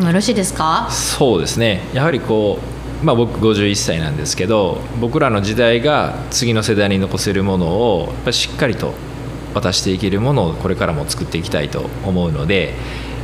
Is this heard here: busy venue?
yes